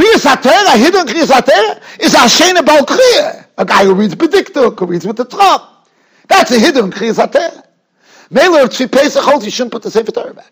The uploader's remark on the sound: Shiur recorded in Yeshivas Ohr Reuven, Monsey, NY.